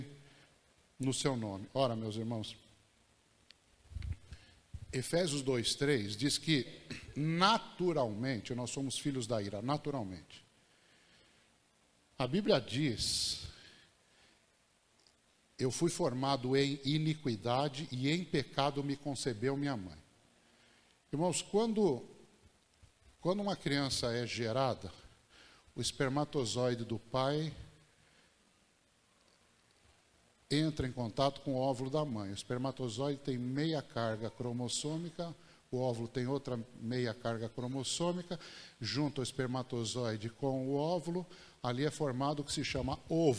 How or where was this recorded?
large echoing room